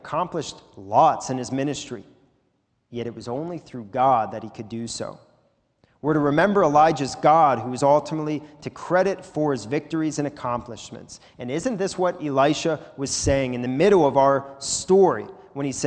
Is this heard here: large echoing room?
yes